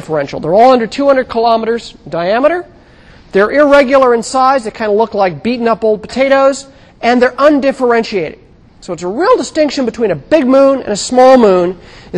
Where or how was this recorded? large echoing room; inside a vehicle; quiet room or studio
large echoing room